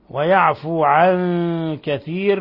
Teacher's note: نون ساكنة جاء بعدها الكاف حكم التجويد إخفاء حقيقي